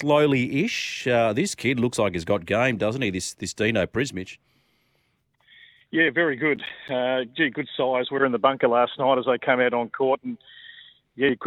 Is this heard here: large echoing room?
no